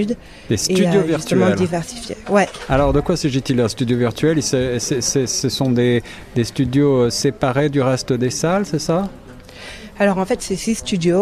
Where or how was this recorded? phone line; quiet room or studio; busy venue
busy venue